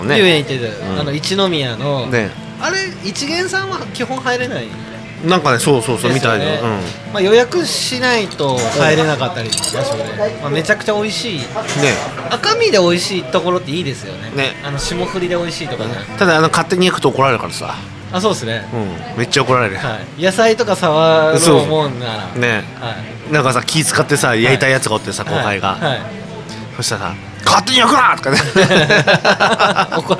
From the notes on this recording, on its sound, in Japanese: 愛知県東海市を中心に、お酒を呑みながらおじさんが喋るラジオ。東海市名和町にございます「志げ家」さんで収録！